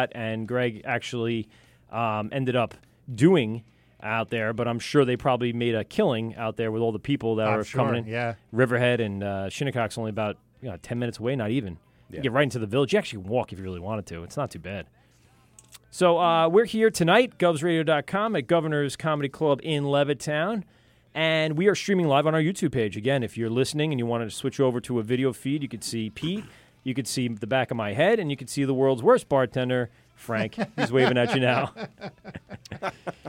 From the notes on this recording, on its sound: LIVE Interview with Red Tank Brewing in NJ. They take a phone interview with up-and-coming brewery Red Tank from Red Bank NJ. The cast of characters call in to talk about their adventures.